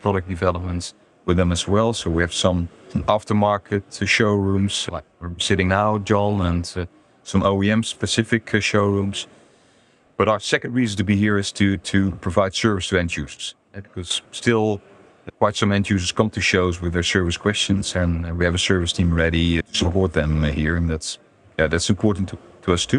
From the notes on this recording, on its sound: An interview I recorded at the Caravan Salon Dusseldorf.